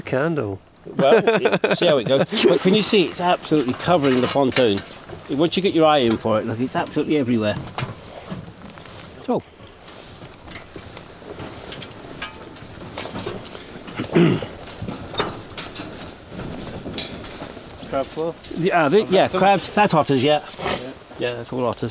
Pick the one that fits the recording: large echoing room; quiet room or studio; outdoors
outdoors